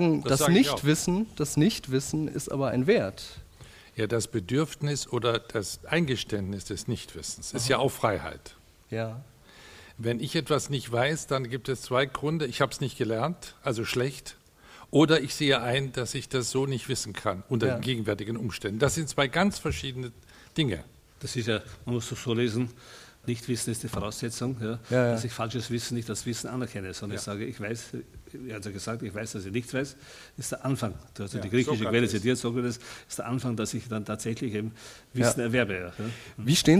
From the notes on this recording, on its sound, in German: Mitschnitt vom Festival LAW: Liebe Arbeit Wissen im ZKM_Zentrum für Kunst und Medientechnologie in Karlsruhe.